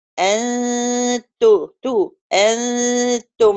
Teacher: يعني أنا لو جيت قلت إيه أنتم، عندي النون هخفي النون وادخل بيها على عند مخرج التاء وهروح مدية الغنة والتاء مخرجها أت. · Term: النون المخفاة